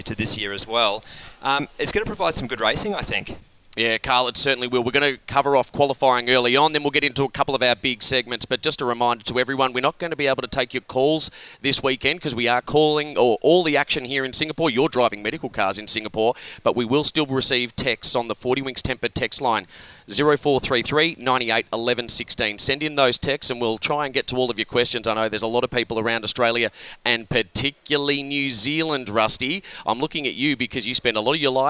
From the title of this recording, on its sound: live from the Singapore Grand Prix